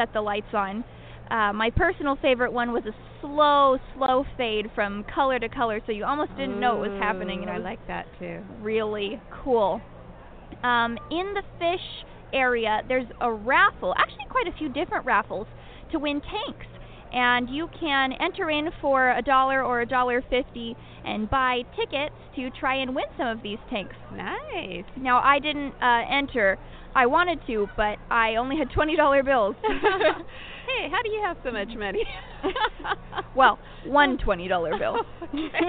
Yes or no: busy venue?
yes